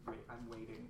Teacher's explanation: Not such a strong T in waiting. I don't want it to really go to waiting, but make it a little bit more casual so it's not so classical sounding.